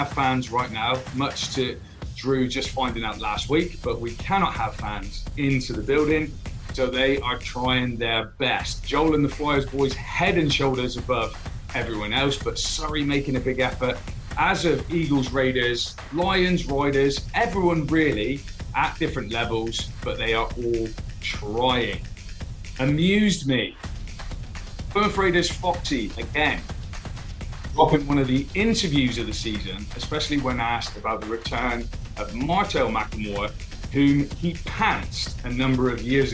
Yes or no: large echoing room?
no